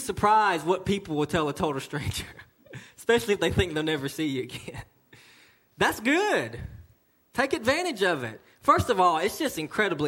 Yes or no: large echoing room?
yes